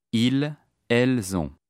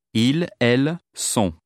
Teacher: Ils ont has a z sound due to liaison, whereas ils sont has an s sound.